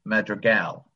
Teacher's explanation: his last name is pronounced Madrigal, accent on the last syllable